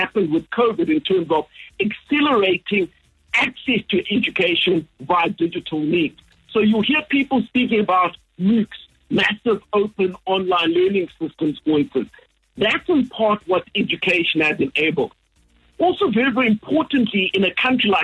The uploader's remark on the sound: joined on the line